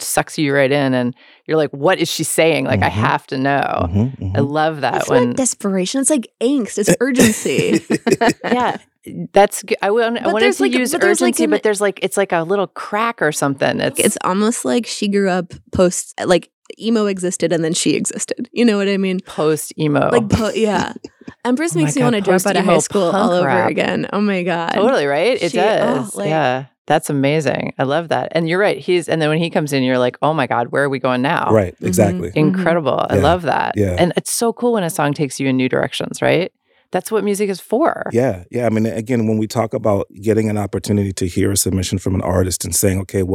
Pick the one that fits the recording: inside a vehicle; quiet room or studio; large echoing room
quiet room or studio